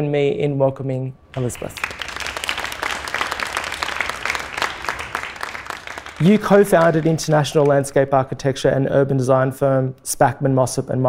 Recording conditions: live audience